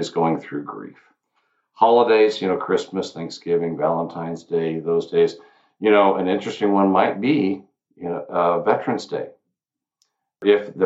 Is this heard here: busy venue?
no